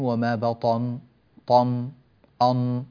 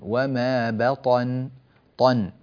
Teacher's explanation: ننبه إلى ترقيق النون عند الوقف · Shown in: second take · بعض الناس يقولون وما بطن طن أن، فهذه النون أن هكذا صارت مفخمة، طن نرقق النون، وما بطن طن ترقيق النون.